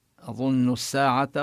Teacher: اللام في الساعة هي لام شمسية لذلك شددت السين في الساعة · نبين يعني الهمزة مرققة ونبين الغنة في أظن مع بيان الظاء من مخرجها